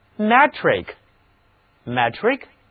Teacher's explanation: 其中的字母 e 不再读单词 meter 中的短 e，而是读作扁口的 a